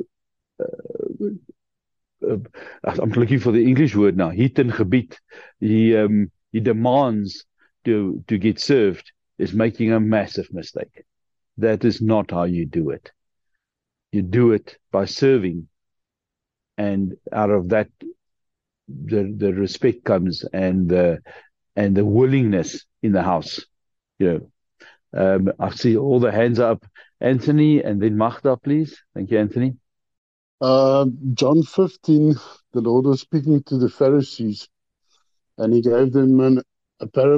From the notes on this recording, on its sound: The Transformation Table Zoom Meeting 10 August 2023